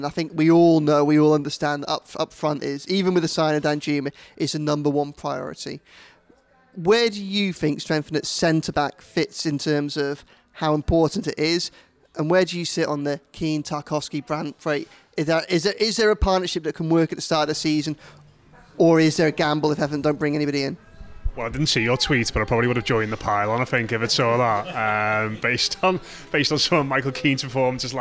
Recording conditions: busy venue